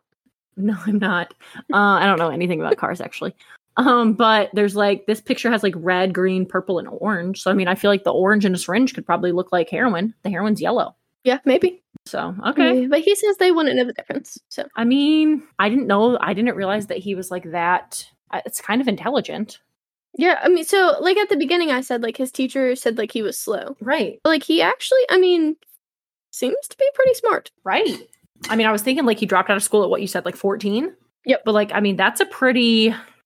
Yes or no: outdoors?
no